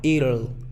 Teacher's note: Es como si fuera una I, una R y luego una schwa.